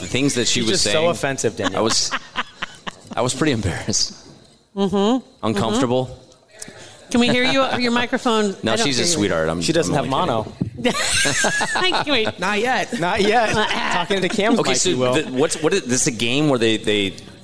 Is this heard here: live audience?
yes